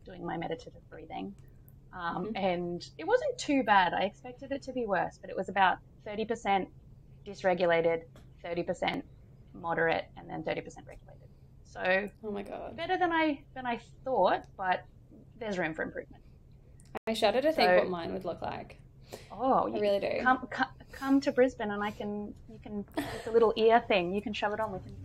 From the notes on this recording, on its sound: Yes, our audio quality is trash right now. New mics are on the way.